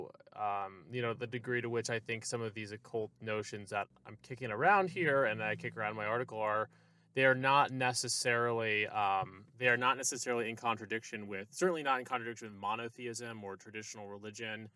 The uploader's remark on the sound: Recorded on May 1st, 2022, on a trip through the backcountry of San Diego County , near Palomar Mountain. A field-recording. On a trip through the backcountry of San Diego County , near Palomar Mountain.